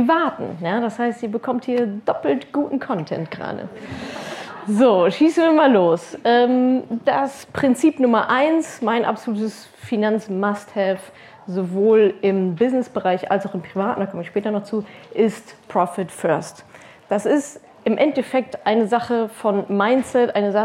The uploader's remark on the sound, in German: Hörst du meinen Vortrag vom Unternehmerinnen-Tag der IHK in Berlin, zu dem ich eingeladen war.